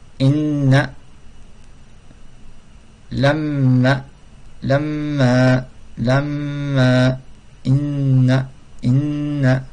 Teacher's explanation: c'est un son qui sort du nez, du fond du nez, qu'on appelle khayshoum. · Term: ronna